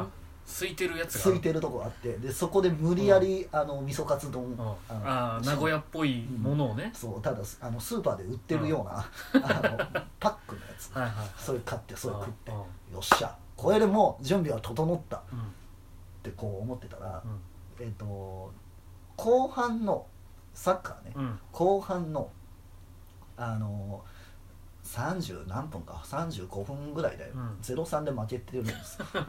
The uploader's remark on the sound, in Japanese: From Radiotalk。いつもと収録環境違いますので、聞き辛いです。